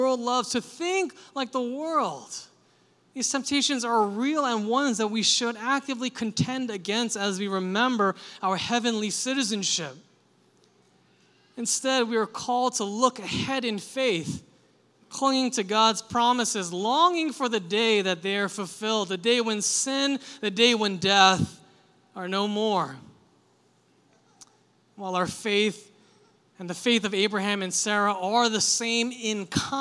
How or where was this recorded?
large echoing room